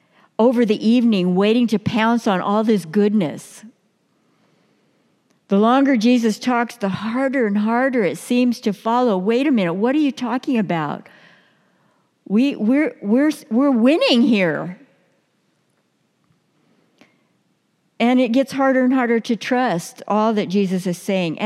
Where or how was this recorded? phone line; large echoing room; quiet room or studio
large echoing room